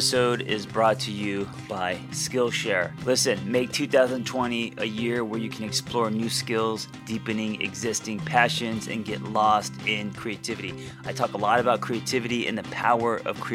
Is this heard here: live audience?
no